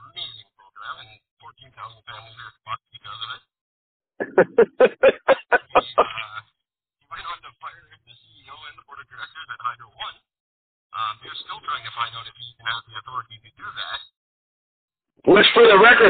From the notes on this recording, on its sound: The result sounds like garbage, gets cut off halfway through